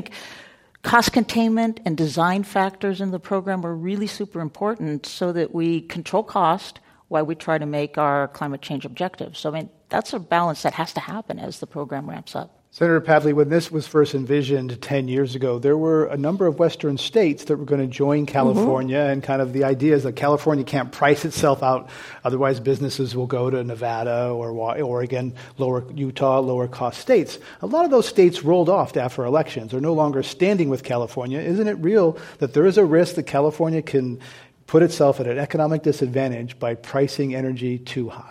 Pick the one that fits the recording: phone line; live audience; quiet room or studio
live audience